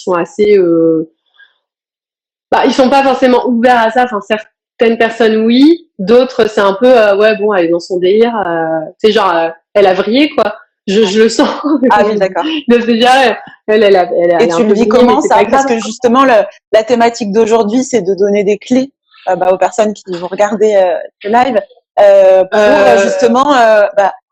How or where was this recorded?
video call